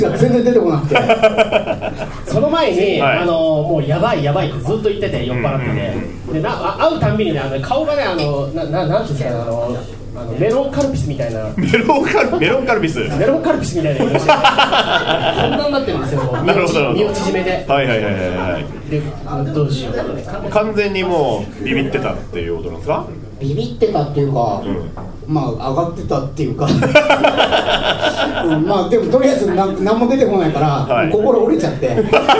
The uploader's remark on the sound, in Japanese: 渋谷アシパンで行われたブートレグサイエンス外伝での公開収録バージョンでお届けします。